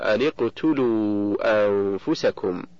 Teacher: فالنون من أن ساكنة التقت بالقاف وهي ساكنة أيضا، فحركت النون بالكسر للتخلص من التقاء الساكنين